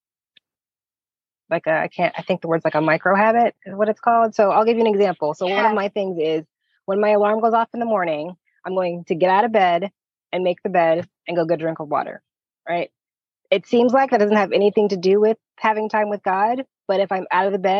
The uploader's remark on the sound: During this live coaching call